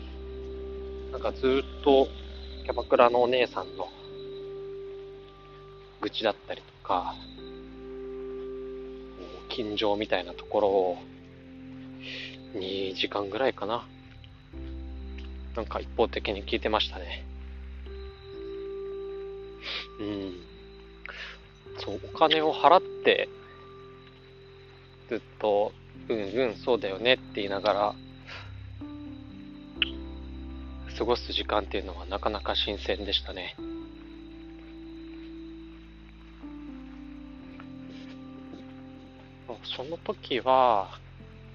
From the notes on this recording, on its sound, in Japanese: はじめて散歩しながらの録音なので少し聞き取りづらいですね… 秋の音がします。